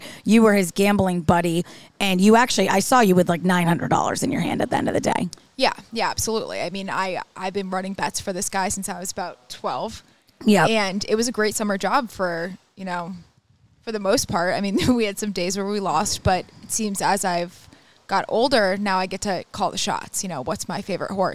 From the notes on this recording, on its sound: This week's episode was recorded live on tape from Prime at Saratoga National.